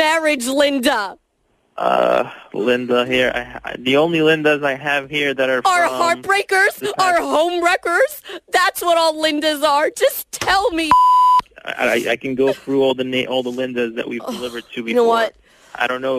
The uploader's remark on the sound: the most epic of prank phone calls